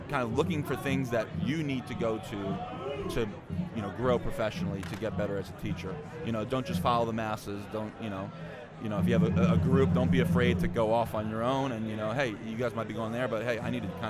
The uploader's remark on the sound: Broadcasting LIVE from SHAPE Nashville! Tune in to hear all the fun and insight from the national conference as it took place from the US Games booth in the Exhibit Hall.